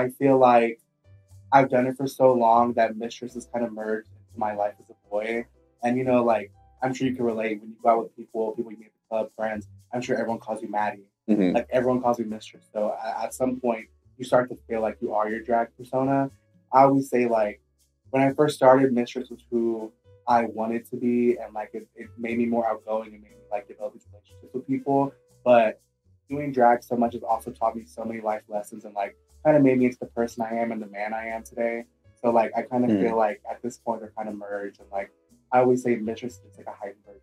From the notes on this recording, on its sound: Apologies for the audio on this one.